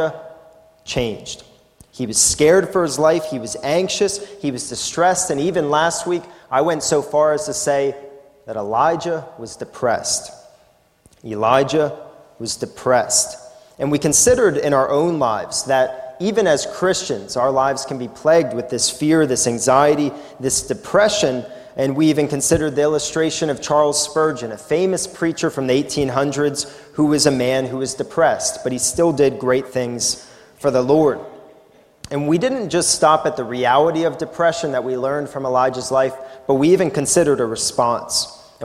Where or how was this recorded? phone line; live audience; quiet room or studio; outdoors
live audience